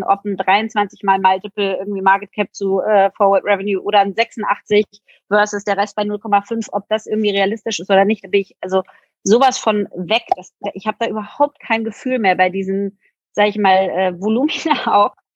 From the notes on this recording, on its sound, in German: Clubhouse Talk. Da viele von euch nachgefragt haben, veröffentlichen wir den Talk jetzt noch mal als Podcast. Entschuldigt daher bitte die Audioqualität.